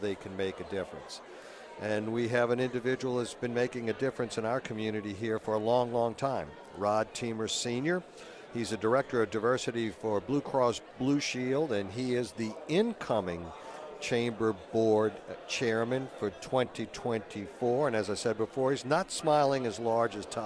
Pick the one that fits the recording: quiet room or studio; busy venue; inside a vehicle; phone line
busy venue